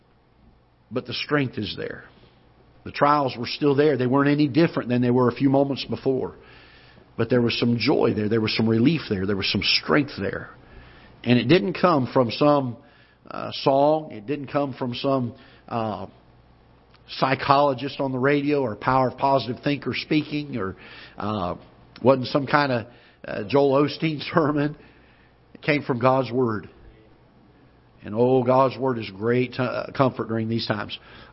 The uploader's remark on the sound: Ketha Heights Baptist Church ~ Live Broadcast